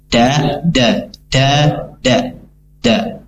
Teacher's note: huruf dal dia punya sifat infitah yang artinya terbuka